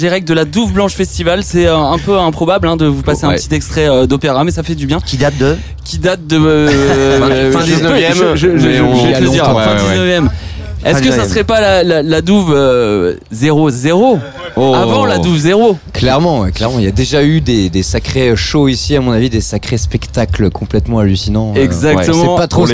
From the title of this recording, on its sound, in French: en direct de la Douve Blanche Festival